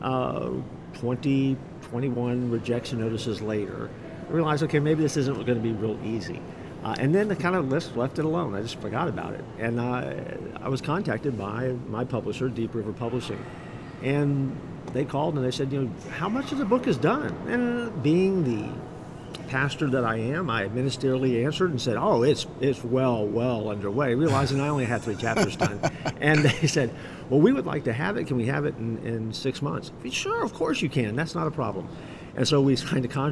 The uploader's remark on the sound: LIVE from CPE 2022!